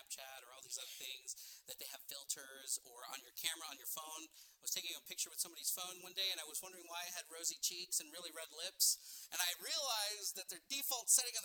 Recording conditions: large echoing room